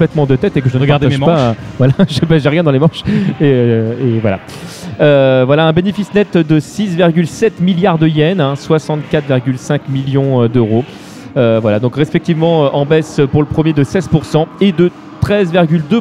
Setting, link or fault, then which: setting, busy venue